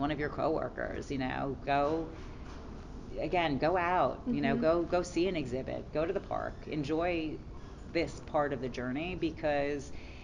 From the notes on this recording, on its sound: live from the debut of her recent collection of products with Karastan at Spring High Point Market